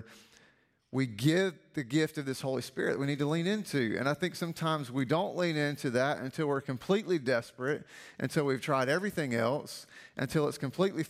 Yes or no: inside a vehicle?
no